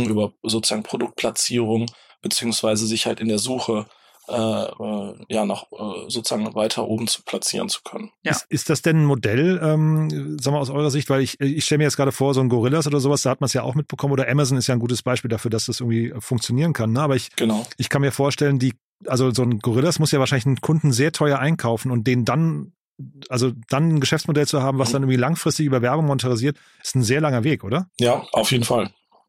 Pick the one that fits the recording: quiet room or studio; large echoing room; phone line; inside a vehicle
quiet room or studio